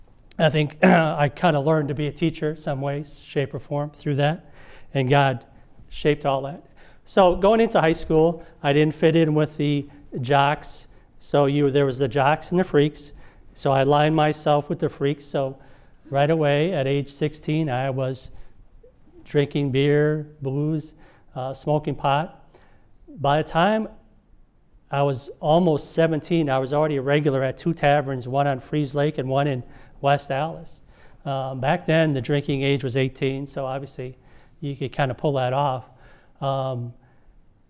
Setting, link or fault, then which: setting, large echoing room